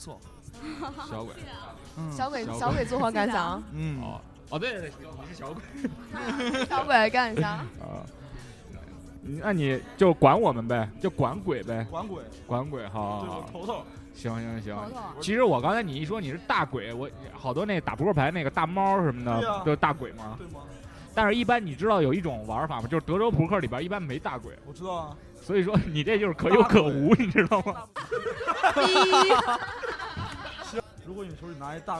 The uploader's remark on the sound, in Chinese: 感谢牛啤堂NBeerPub提供录音场地和酒水支持